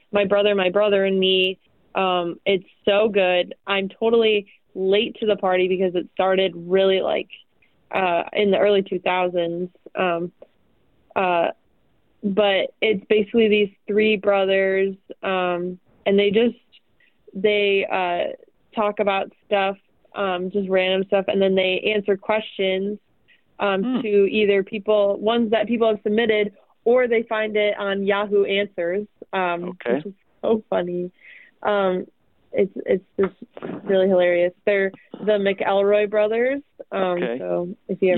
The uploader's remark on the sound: Thanks to the technology at 88.5 - KALA-FM, St. This episode was recorded through the phone.